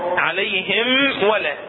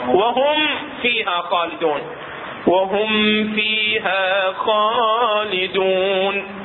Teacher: الميم الساكنة اشد اظهارا اشد اظهارا مع حرفي الفاء والواو · Term: أشد إظهارا